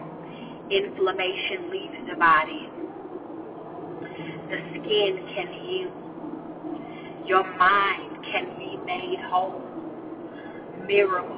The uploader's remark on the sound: CarPod Minisode. In the car! Unedited!